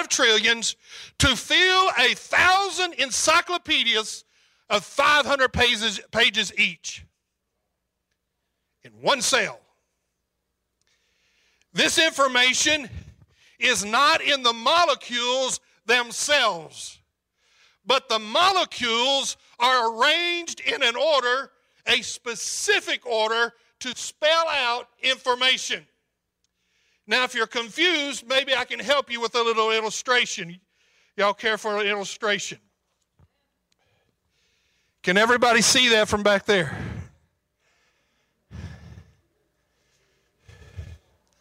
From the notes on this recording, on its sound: preached on February 27, 2022 at Calvary Temple Church, Murray, KY